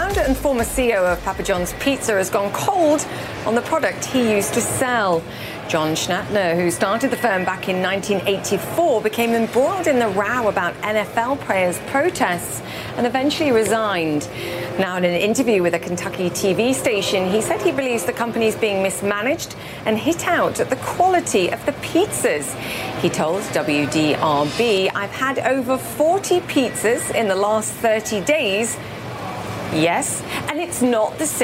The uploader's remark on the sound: live from the New York Stock Exchange